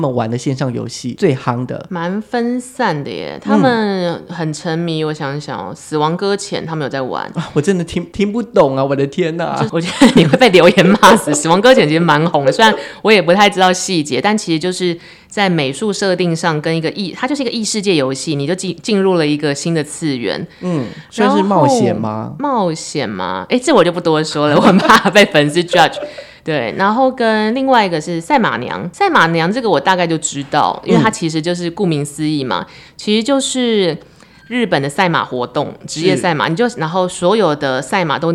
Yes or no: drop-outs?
no